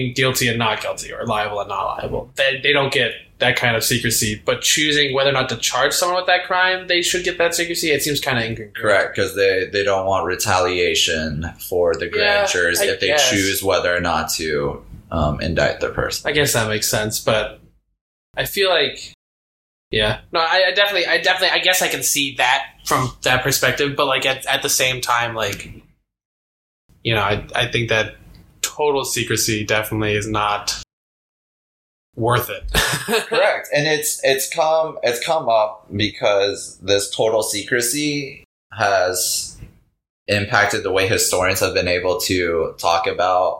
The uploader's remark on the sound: We are constantly trying to experiment with audio set up so please stick with us as we try to get everything figure out!